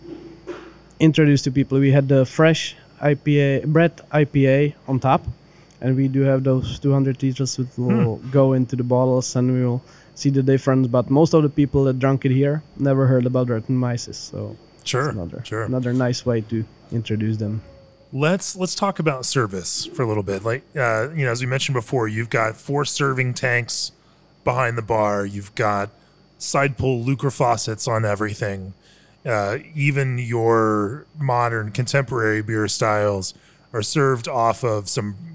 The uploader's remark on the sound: recorded at the brewery